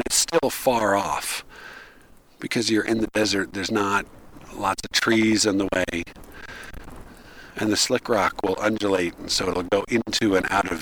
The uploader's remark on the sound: This was recorded on a super windy day in Moab. I didn't realize just how much it had affected the recording until I tried to listen to it at home. I tried to make it listenable in Audacity and GarageBand, and even still it sounds pretty lousy.